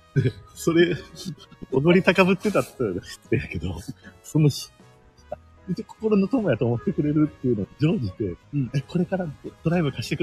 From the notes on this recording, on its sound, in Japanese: ライブができないから公園で公開収録〜アルコールを添えて〜。屋外での収録のため、やや雑音が多く申し訳ございません。